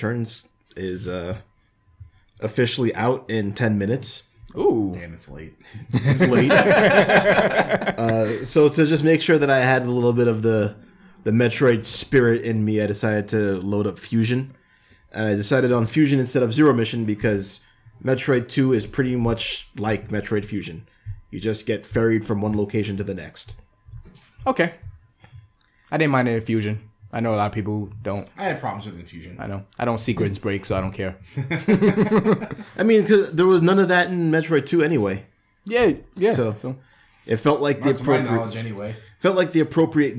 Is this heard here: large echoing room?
no